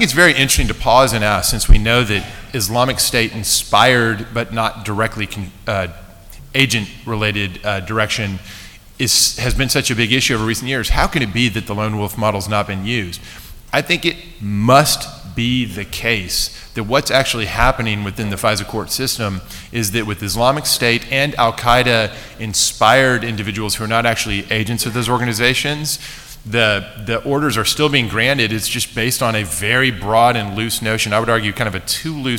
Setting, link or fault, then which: setting, live audience